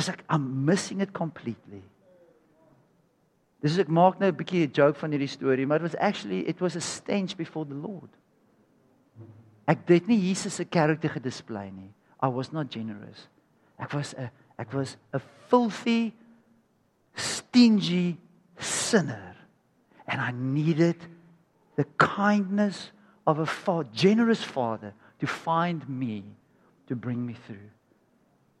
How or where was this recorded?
large echoing room